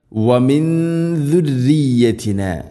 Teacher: നൂന് ശേഷം ദാല് നൂനിനെ അവ്യക്തമാക്കി മണിക്കണം. വമിൻ ദുർരിയത്തിന.